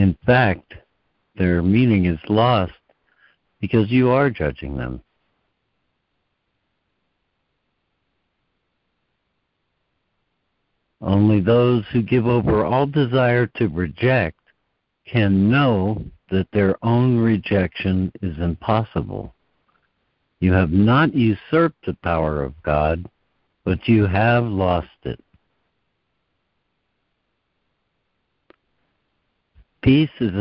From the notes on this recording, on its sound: ACIM Daily Conference Call